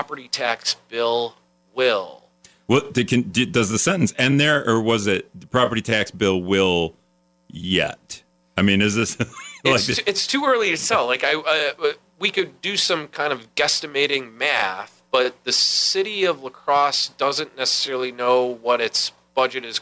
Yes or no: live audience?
no